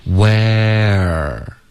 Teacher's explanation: 从这个 a 呢你的舌头就要降下来往后稍微卷一点滑到一个 r 的音 · Term: 双元音